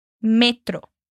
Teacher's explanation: em espanhol a gente dá ênfase no me, metro